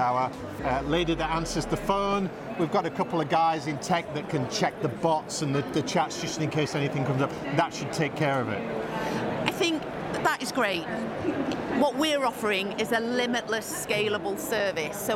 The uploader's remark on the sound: Live from Europe's Biggest Event 'Accountex'. Live interviews from Accountex 2022 in London. AIBN were the official broadcast partners of the event. Enjoy the live buzz of the event!